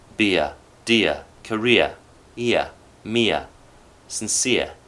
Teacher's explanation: The ear sound in near, ear, has no R colouring, and may break into two syllables, especially when it's very stressed.